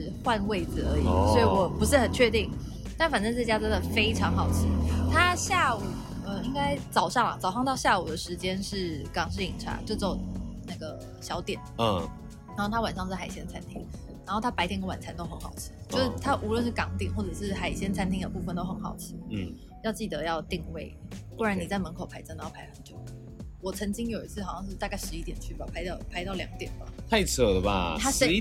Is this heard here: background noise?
yes